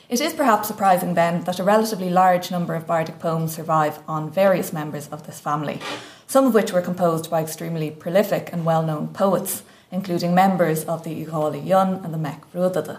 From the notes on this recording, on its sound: at the 2023 Tudor and Stuart Ireland Conference